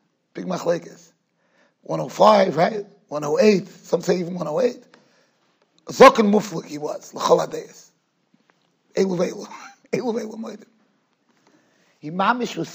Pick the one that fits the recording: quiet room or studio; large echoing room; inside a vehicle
large echoing room